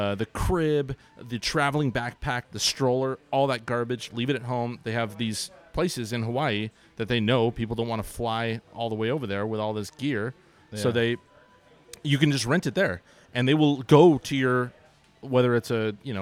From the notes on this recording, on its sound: We're back at Thunderhawk Alements with a live audience!